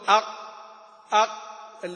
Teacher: اللسان استعلى لكن من الأقصى، لكن تجد وسط اللسان وطرفه نازل · Term: مستعلية